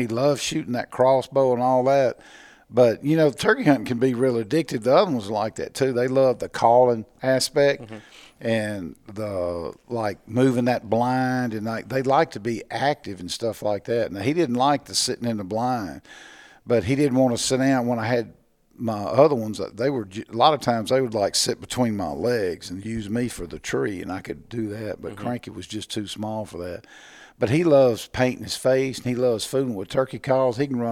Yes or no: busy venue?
yes